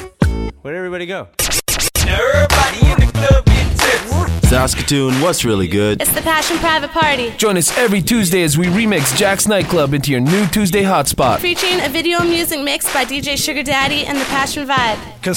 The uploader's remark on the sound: Live from Jax Niteclub 302 Pacific Ave in Saskatoon after the Jeep Grand Cherokee 4x4 SUV Pub Crawl.